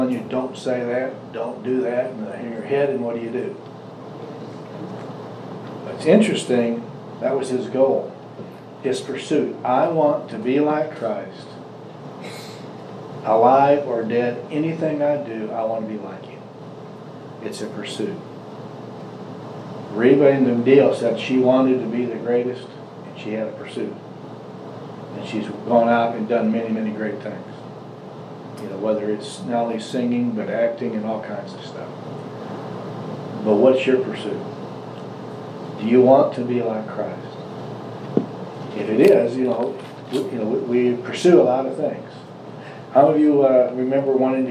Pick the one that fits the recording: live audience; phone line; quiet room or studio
live audience